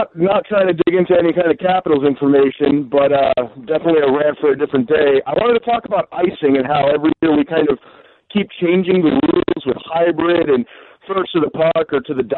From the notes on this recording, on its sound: Open up the phone lines and take general hockey questions from you, our loyal listeners!